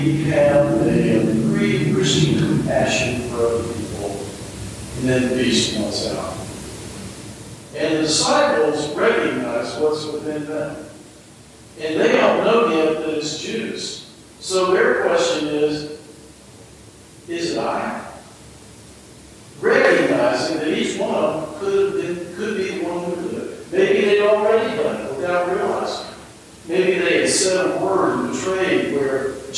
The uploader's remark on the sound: Though the audio isn&apos;t quite as good as normal. Though the audio isn't quite as good as normal, we still wanted to offer this up for everyone to be able to reflect on the importance of the day.